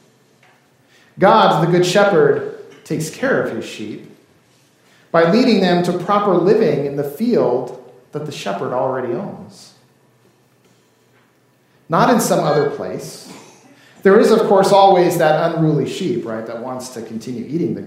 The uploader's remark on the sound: This service was recorded during worship on February 25th, 2024.